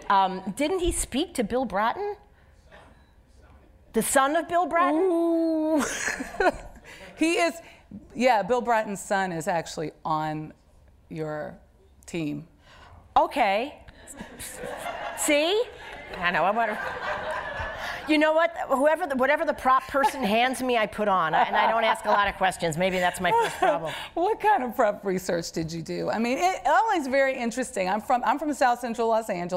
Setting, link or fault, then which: setting, live audience